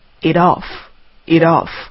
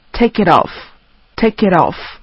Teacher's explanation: it 是以 t 结尾，然后 off 是以 o 开头，那么这时候变成 itoff · Term: 连读